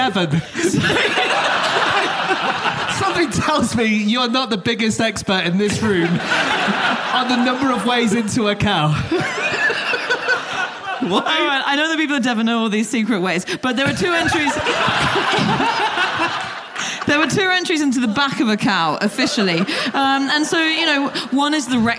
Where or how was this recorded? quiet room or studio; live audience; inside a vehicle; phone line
live audience